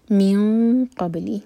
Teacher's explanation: قبلی M T نون کے بعد قاف تو ہیوی اخوا ہوگا قاف کے لیے زبان تیار کریں گے اور نون کی آواز کو چھپائیں گے